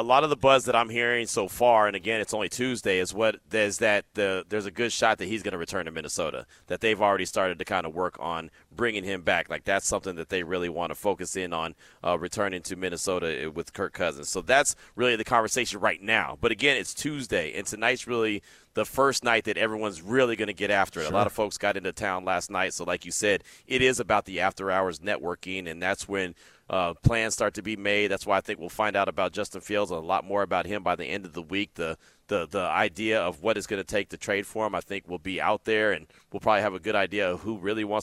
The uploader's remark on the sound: LIVE FROM THE COMBINE.